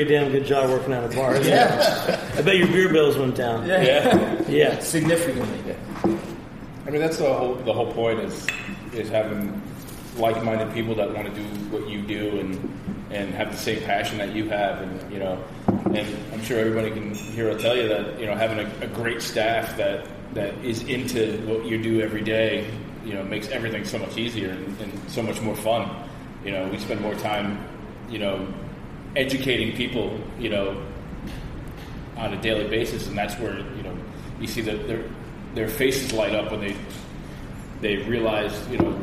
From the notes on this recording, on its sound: on location at Portchester Hall in Westchester